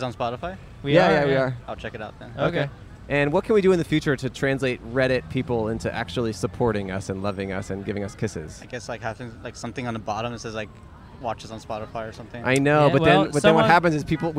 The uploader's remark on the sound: Recorded in front of the Convention Center in Downtown Los Angeles.